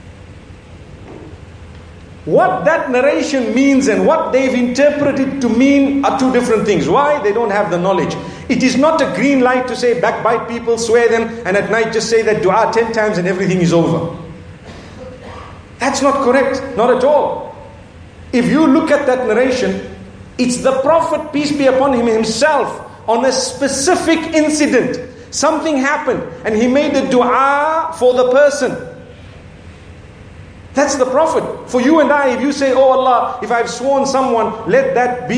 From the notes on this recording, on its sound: Lecture from At The Peak Convention in Hong Kong